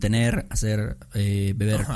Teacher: Como que la R al final, cuando dices como tener, hacer, eh, beber, ¿no? Es como muy, muy sutil, ¿no? Tal vez eh, sí se pronuncia, pero sutilmente.